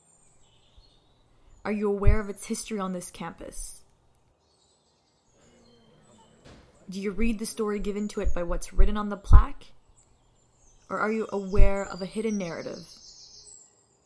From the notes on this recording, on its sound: A Sound Walk Around McGill Campus. Takes you on a sound walk throughout McGill campus starting from the Roddick Gates.